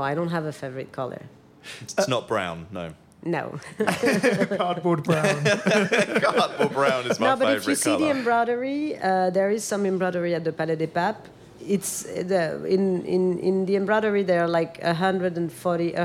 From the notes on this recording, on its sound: Talk Art Special LIVE EPISODE with Ruinart! Live from London's Frieze week, this inspiring episode was recorded in the Serpentine Pavilion designed by Lina Ghotmeh in front of a live audience.